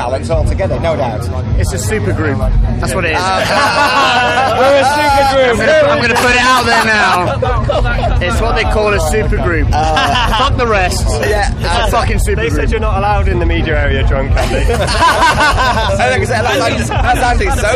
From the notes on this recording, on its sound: After their blistering set at Bloodstock Festival 2022, on the Newblood stage.